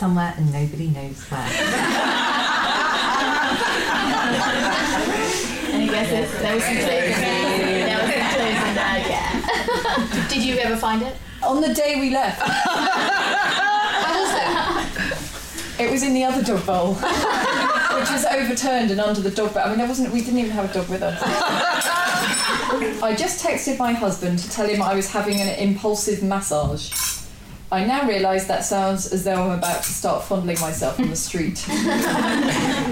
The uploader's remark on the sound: Recorded at a special live event in front of an audience at Waterstones Gower Street. Produced by Pineapple Audio Production.